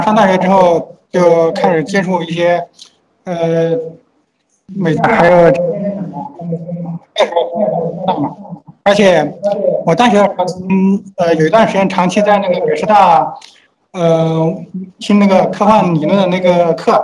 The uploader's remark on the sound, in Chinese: 武汉 STO2.0 活动中有幸采访了参与活动的星际迷航粉们，这是采访录音。由于有一次录音事故，前7分钟的录音丢失，抱歉。音质欠佳，抱歉。